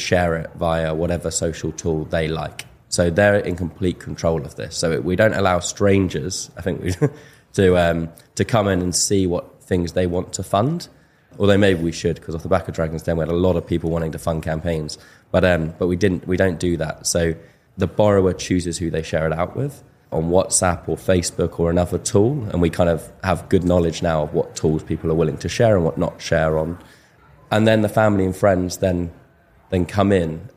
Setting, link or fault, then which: setting, live audience